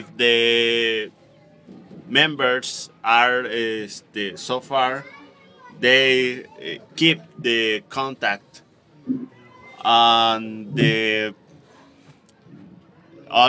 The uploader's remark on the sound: As you can hear from the first few seconds, this is not the typical SW2L. Recorded ON A BOAT in the "Little Venice of Mexico" where the flowers grow.